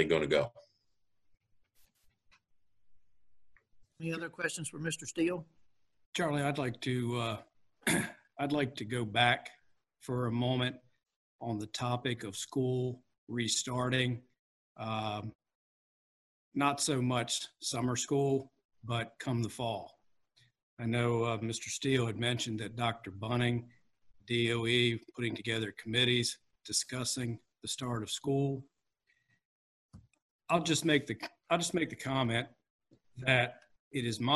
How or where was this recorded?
video call